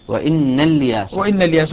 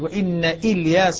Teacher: طيب ابن ذكوان هنا، ابن ذكوان الذي مرمزهم بالميم، يقرأ بخلاف عنه وإن إلياس وإن الياس بحذف الهمزة في الدرج، جعلها همزة وصل · Shown in: first take · همزة وصل، وإن الياس، وإن الياس، وإذا بدأ بها قطع إلياس عند البدء بها كحكم همزة الوصل دائما.